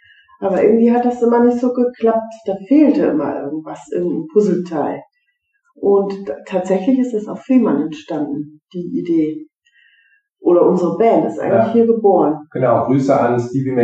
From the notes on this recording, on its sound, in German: Sorry für die nicht so gute Tonqualität, manchmal steckt man nicht im Detail!